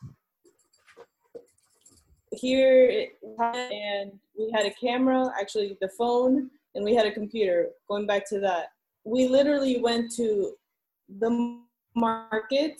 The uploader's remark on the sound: Be patient with the sound quality in this episode, given the circumstances with the internet connection, it did affect the sound.